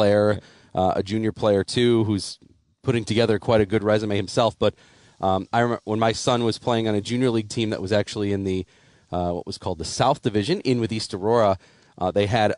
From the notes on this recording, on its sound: Tee 2 Green Live from East Aurora CC.